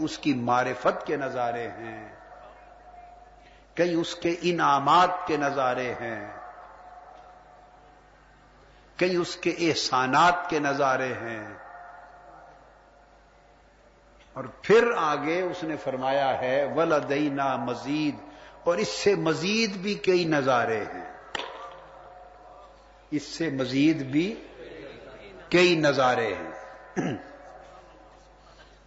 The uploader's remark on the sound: Place: Itikaf City, Lahore. A speech delivered at I`tikaf City Baghdad Town (Township) Lahore.